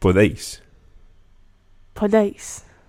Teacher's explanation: And just one thing when you're pronouncing that vosotros form, the podéis, the E and the I of podéis kind of run together. There's not really three syllables in there, podéis, but you run the deis together, so podéis.